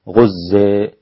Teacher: إذا وقفنا على غزة فإن كلمة غزة تمال عند أبو حمزة والكسائي وخلف، حمزة والكسائي وخلف غزة إذا وقفت عليها فقط، أما إذا وصلت فلا إمالة أي قارئ.